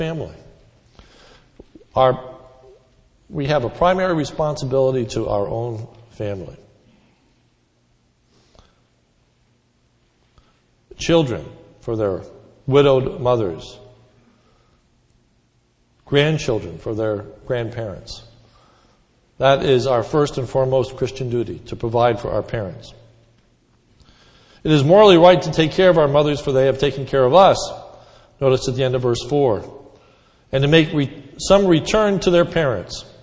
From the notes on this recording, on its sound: This sermon was recorded om Mother’s Day 5/09/10 in the morning service.